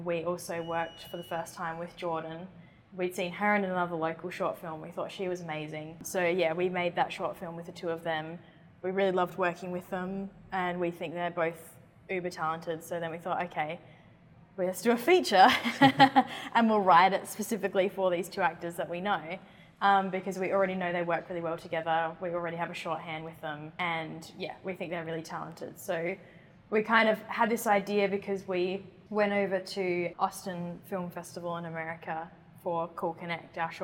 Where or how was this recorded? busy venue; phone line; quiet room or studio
busy venue